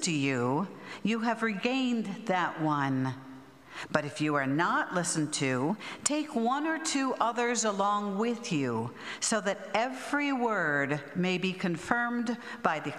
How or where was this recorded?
large echoing room